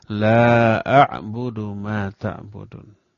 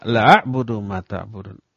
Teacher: Lanya panjang. Dua harokat, tidak panjang banget. · Shown in: first take